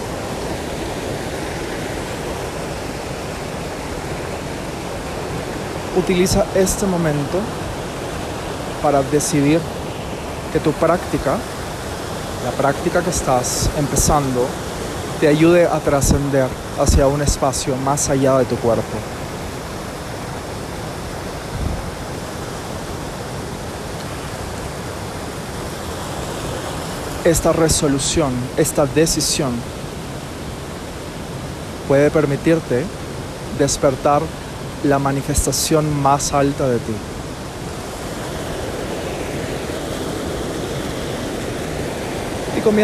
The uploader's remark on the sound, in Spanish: Este episodio grabado en una catarata natural ubicada en el mágico Valle Sagrado.